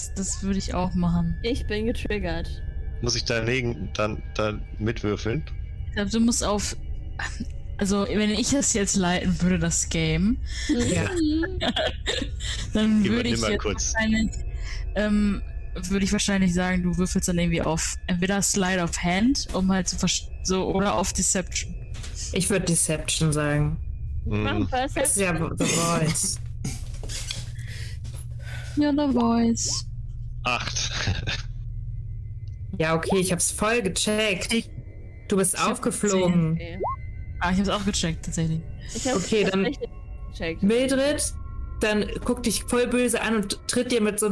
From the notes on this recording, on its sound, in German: (… entschuldigt sich für sein schwaches Stimmchen, das nervige Rauschen und gelobt Besserung).